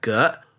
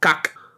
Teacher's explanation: said in Mandarin as ge, while in Middle Chinese, with the glottal stop, it was kak